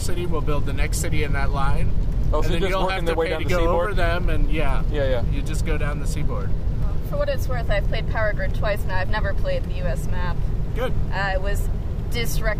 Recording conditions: inside a vehicle